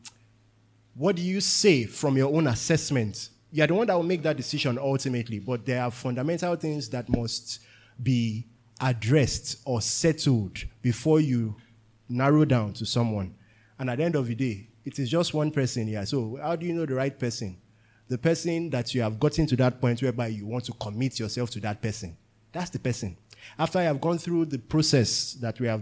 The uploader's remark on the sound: This is the Q/A session from our 2022 Singles' Conference.